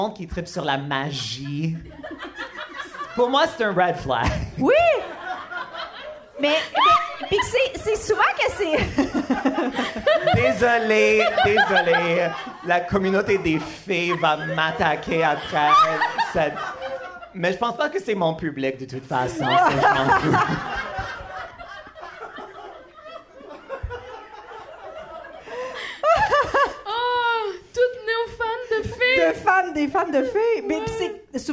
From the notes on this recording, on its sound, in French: épisode spécial “live à Québec” durant le Comédiha Fest